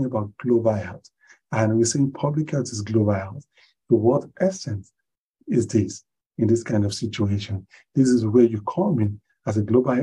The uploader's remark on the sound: Zoom Meeting